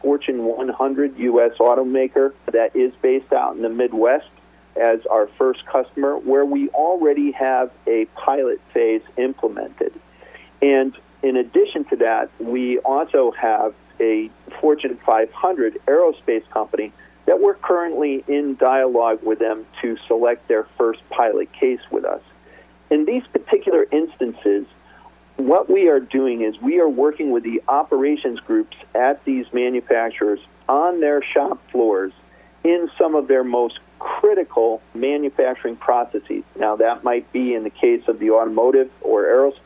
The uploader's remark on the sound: called in to SmallCapVoice.